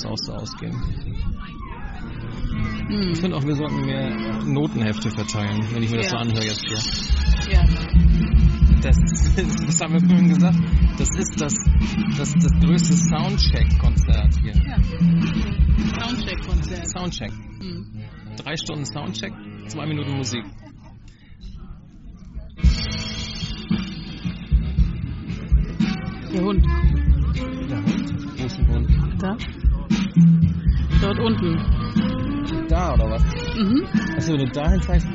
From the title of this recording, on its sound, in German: Gespräche beim MidSommerJazz Festival in Flensburg